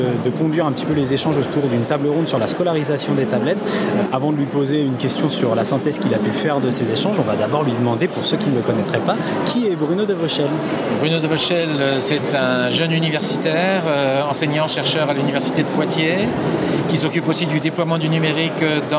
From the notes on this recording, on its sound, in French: Second épisode hors série sur 3 enregistrés en direct d’Educatec/Educatice du 26 au 28 novembre 2014.